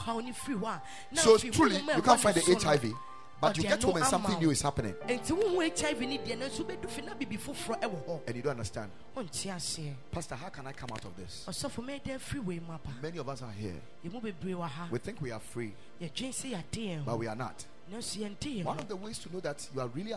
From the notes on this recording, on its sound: Preached at the Ekklesia Chapel